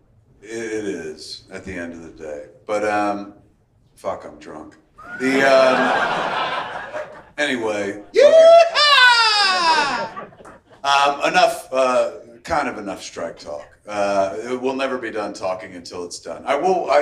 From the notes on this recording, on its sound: LIVE from San Diego Comic-Con 2023! LIVE from San Diego Comic-Con International via the Mooby's Pop Up at Tin Roof.